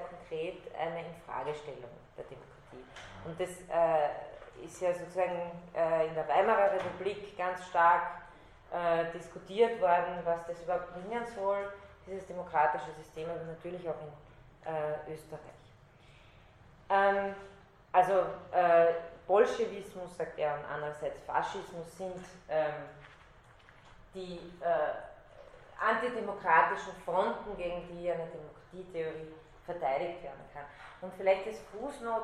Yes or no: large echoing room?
yes